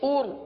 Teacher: اس را کو پر پڑھیں گے، کیونکہ را ساکن سے پہلے پیش ہے